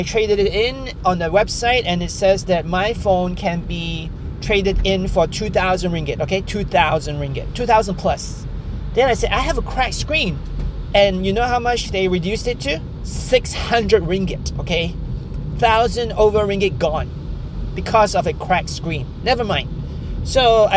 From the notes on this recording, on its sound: In my podcast, I take my audience along on my drive home while discussing various topics.